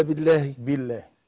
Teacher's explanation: يبقى انا هنا الباء مكسوره بي، فاللام اللام لفظ الجلاله حينما يسبقها مكسور بالرقاقه